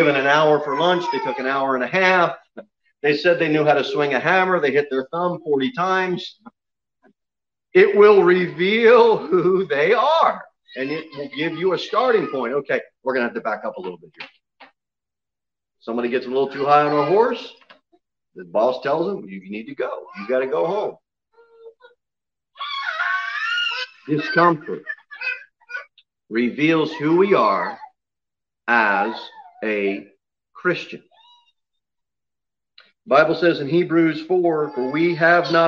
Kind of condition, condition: setting, large echoing room